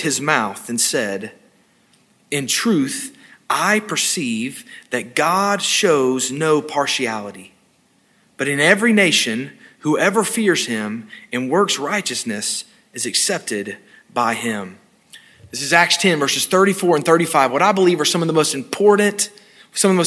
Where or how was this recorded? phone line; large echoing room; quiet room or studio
large echoing room